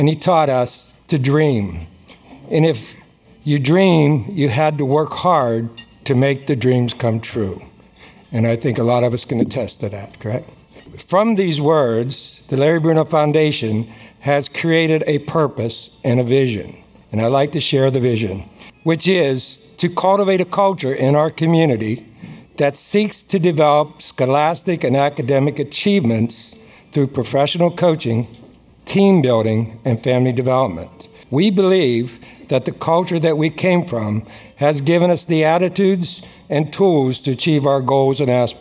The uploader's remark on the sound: 2019 Circle of Achievement Awards Banquet. This episode was recorded July 27, 2019 at Shadow Lakes Country Club, Aliquippa, Pennsylvania.